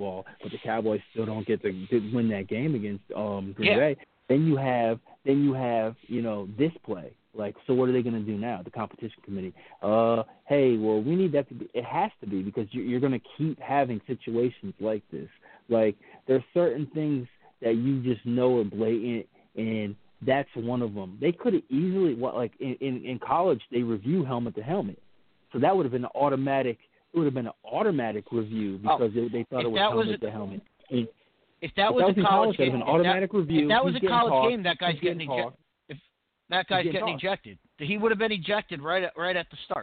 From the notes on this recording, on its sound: Live phone calls.